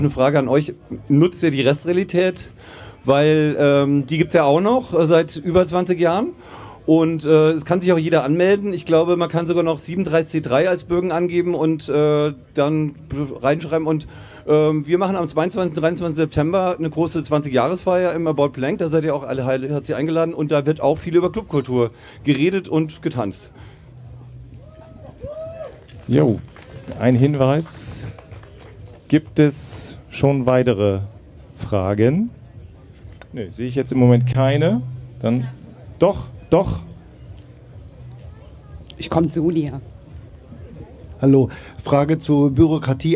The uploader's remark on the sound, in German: Viele dieser Fragen - wie auch weitere aus dem Publikum - werden zur Sprache kommen.